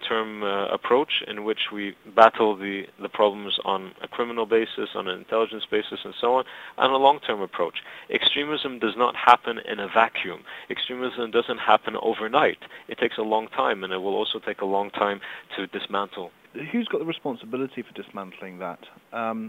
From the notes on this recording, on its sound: recorded down the phone from Cairo - you may need to turn up your volume a bit